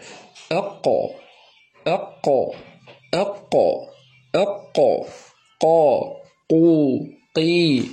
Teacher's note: القاف هي أقصى اللسان مع ما يحاذيه من الحنك اللحمي، أي المنطقة الرخوة من الحنك